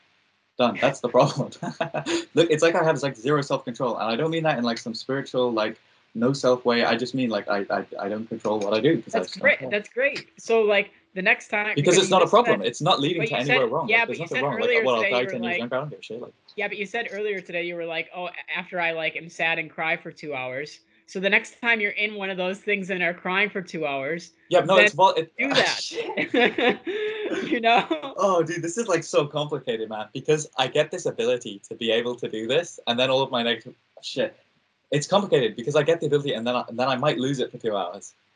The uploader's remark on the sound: skype calls